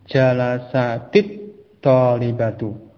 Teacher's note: Adapun ketika lam bersambung dengan huruf-huruf syamsiyah seperti ta misalnya dalam contoh ini, maka lamnya masuk ke ta sehingga hurufnya langsung masuk ke ta, lamnya tidak terucap karena diidghamkan, dimasukkan pada huruf ta tersebut